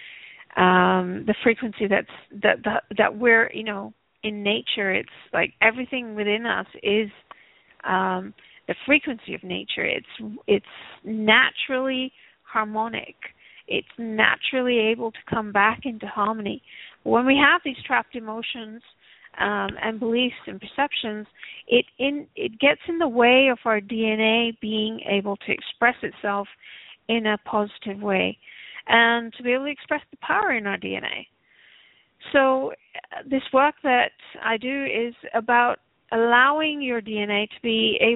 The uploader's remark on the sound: Takes your calls for healing live today!